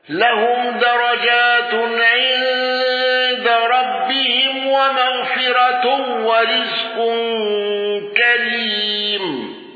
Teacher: الأزرق بترقيق راء مغفرة